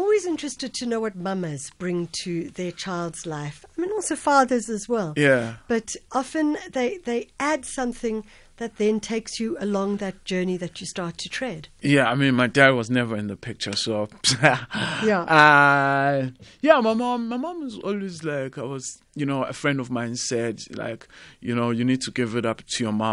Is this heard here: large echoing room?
no